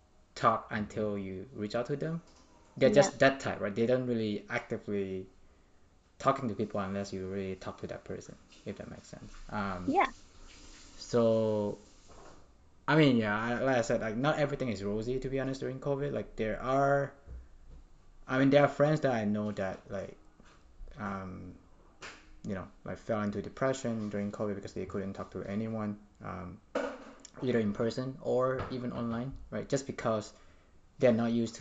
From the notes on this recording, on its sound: Apology for the background noise since I don't have a studio to record.